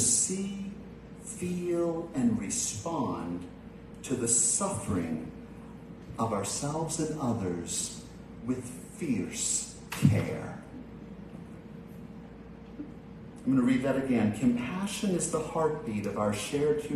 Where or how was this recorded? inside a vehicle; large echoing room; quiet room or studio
large echoing room